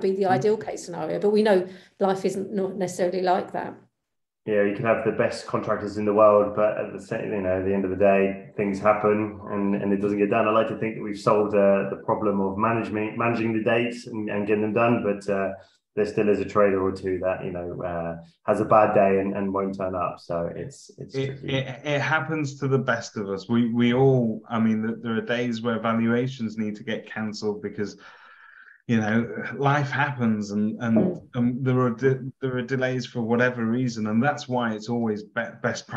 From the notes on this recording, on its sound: The podcast is a recording of the webinar